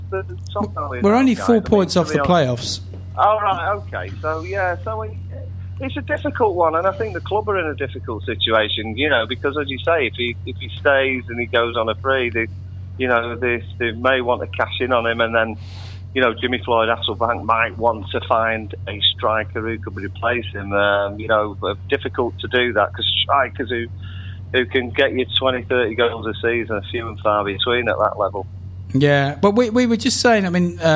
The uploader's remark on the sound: We’re also joined on the phone